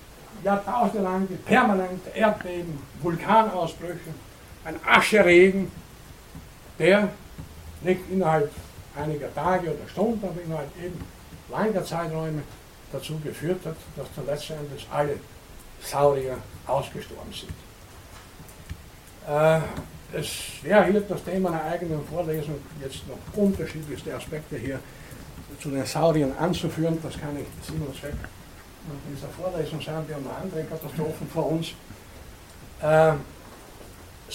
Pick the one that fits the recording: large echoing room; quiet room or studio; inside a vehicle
large echoing room